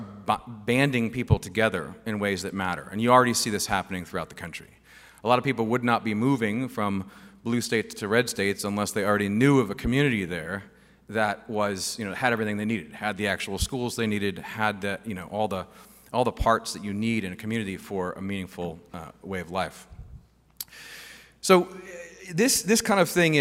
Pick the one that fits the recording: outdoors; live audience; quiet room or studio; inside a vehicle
live audience